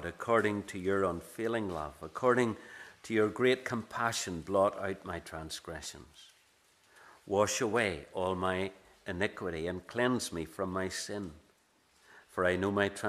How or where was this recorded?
large echoing room